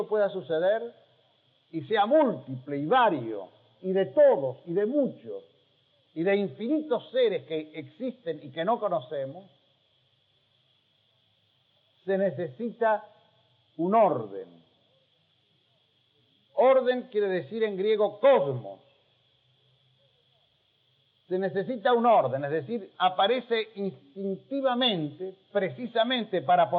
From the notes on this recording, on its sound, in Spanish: Un breve fragmento sonoro de una clase magistral realizada como recepción para los alumnos que ingresaban en 1981 a la e[ad].